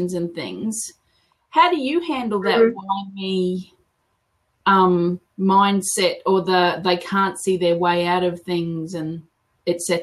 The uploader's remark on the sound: A blab recording